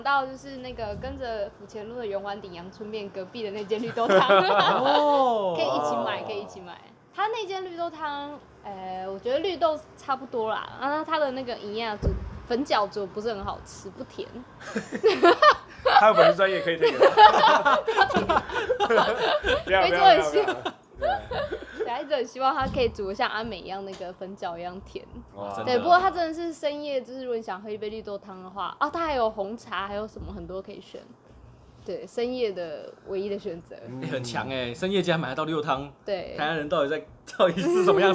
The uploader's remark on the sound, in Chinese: 錄音地點：牽咖啡 Chen Coffee